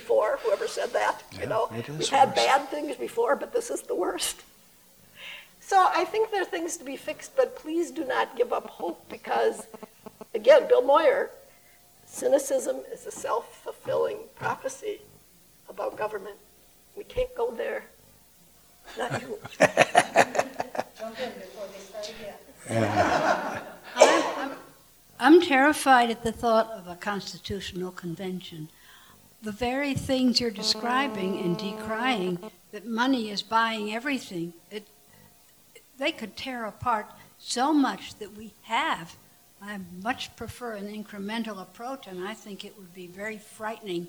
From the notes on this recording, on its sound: Answer questions from the audience following their presentations. Recorded and edited by Minds' Eye Radio.